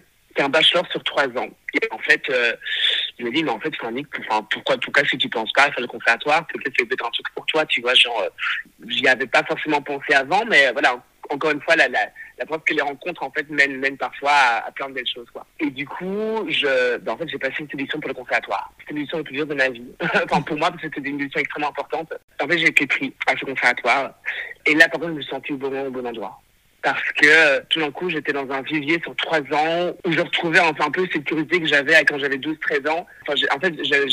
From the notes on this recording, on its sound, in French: Cet épisode a été enregistré par téléphone.